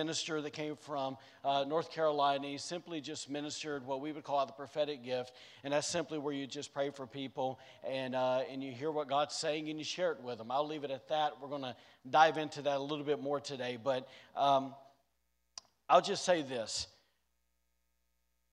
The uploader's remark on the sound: recorded on Sunday, October 10th, 2021, during service at The Anchor Church in Rockport, Maine.